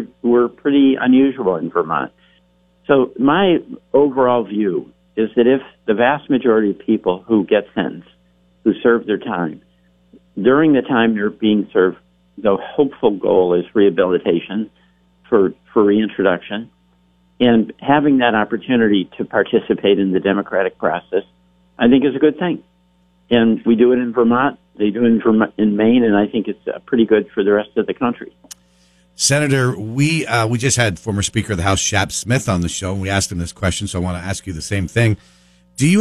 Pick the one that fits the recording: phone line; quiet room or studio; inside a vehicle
phone line